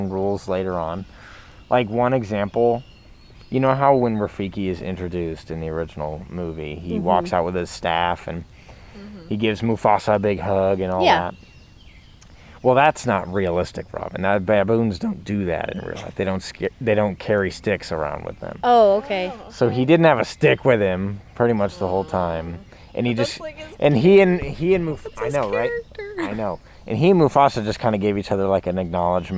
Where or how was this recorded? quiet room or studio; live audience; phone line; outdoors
outdoors